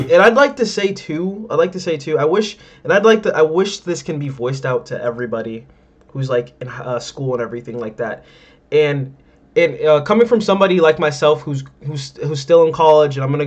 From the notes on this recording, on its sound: This audio in this podcast was pretty messed up